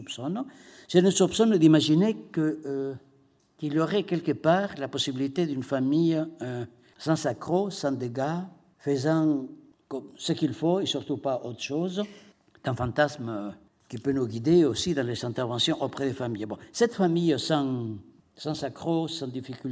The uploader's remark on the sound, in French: lors du colloque ANDESI/FRACTALE des 26 et 27 novembre 2015